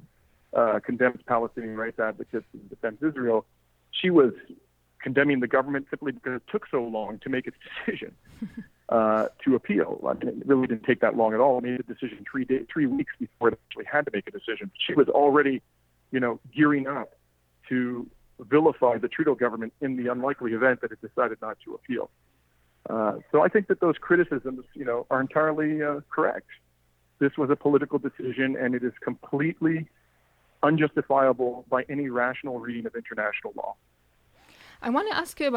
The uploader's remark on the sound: joined me on the phone to explain more